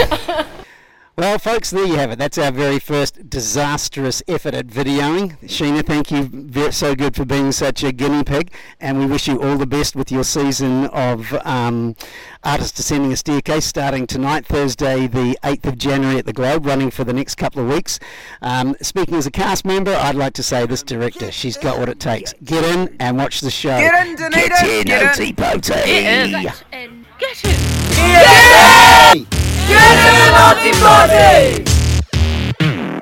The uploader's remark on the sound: A shame we had no budget, spellchecker or sound quality.